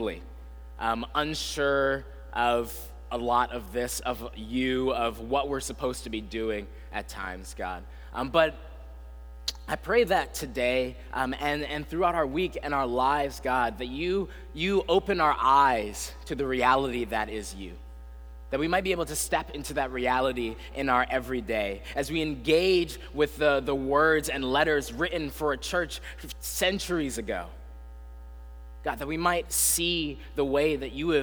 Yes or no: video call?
no